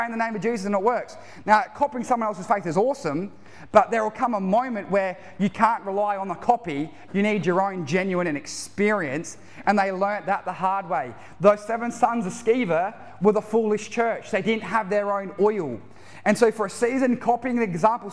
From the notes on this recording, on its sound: Recorded live at One Heart Church (Tumby Bay) at the 4pm serivce